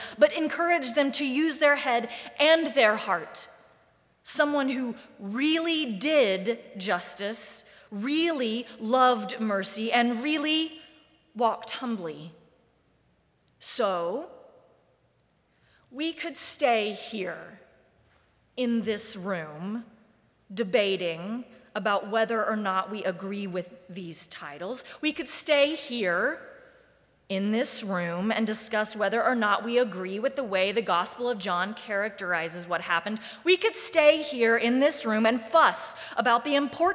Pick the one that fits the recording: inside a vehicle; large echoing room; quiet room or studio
large echoing room